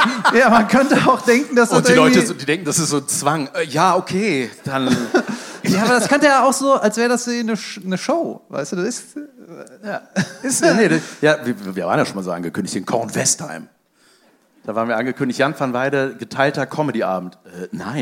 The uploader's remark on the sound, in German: Live in Köln